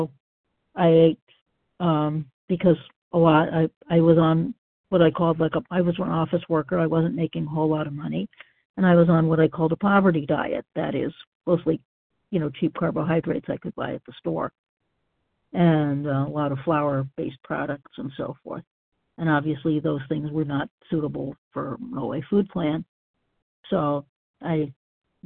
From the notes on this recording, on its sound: 100 Pounders Phone Meeting, 5/4/23